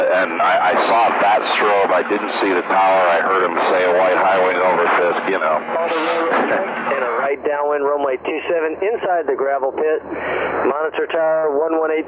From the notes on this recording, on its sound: Back to a cockpit audio episode this week. This is an Oshkosh arrival.